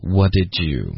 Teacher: what 的特的音也给省略了